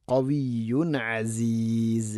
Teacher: തൻവീനു ശേഷം ഐന് ഇസ്ഹാർ ചെയ്യണം, വെളിവാക്കി ഉച്ചരിക്കണം